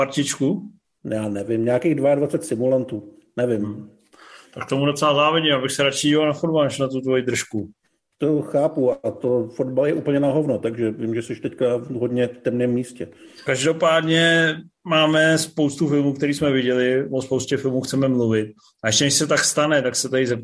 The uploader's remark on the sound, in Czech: Jsme zpátky na Zoomu.